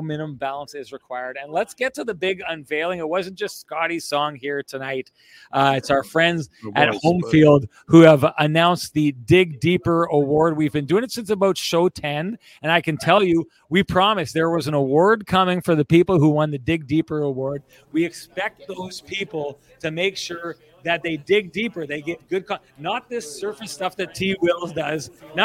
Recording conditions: busy venue